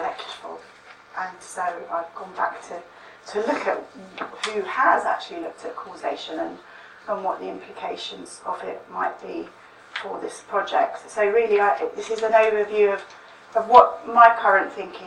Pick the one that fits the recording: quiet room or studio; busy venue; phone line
busy venue